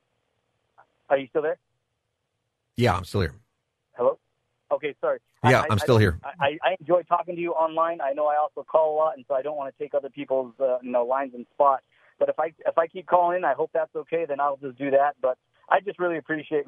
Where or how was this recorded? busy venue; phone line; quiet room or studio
phone line